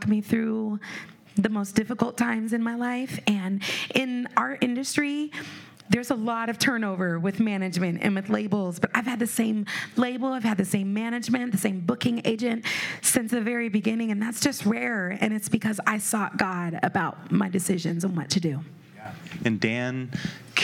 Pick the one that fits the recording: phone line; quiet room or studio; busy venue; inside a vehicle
busy venue